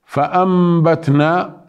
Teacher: النون انقلبت إلى ميم، ليش؟ لأنه أتى بعدها حرف الباء، أصلها فأنبتنا فانقلبت النون فأنبتنا لتسهيل النطق، ليكون النطق أسهل، · Term: الإقلاب